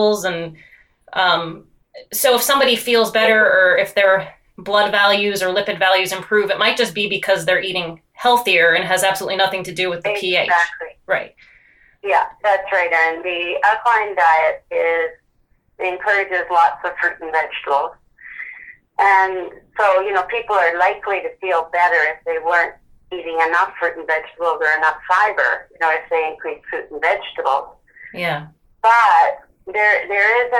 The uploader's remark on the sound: via a phone call